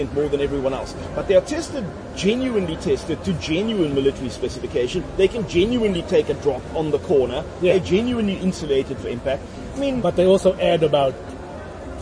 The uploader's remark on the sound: Recorded at Wimpy Canal Walk